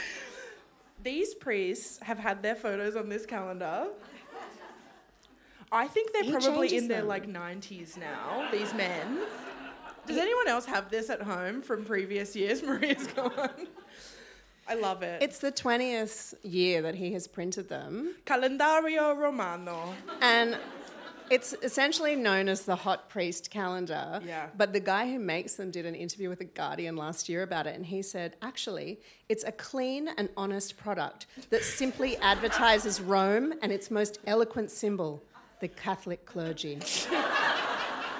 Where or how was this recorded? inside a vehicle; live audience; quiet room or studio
live audience